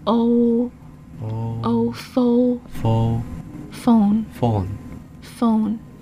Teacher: 主要的音还是 O 不是它后面的 N